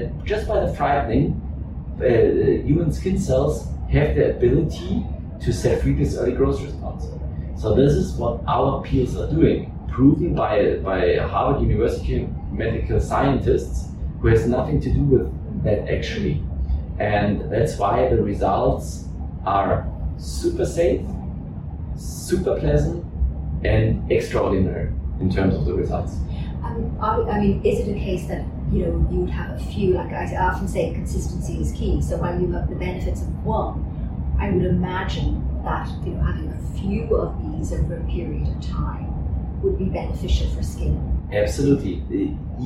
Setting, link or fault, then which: fault, poor sound quality